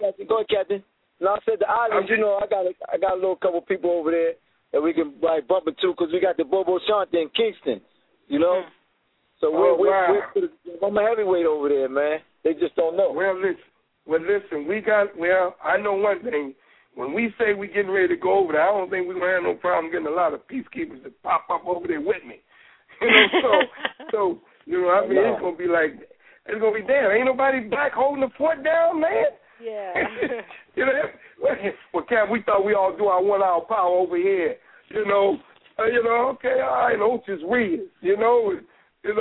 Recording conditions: phone line